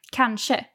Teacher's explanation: when I say it, for example, I say kanske. So I have the sh sound. But some people say kanske and have more of the sh sound.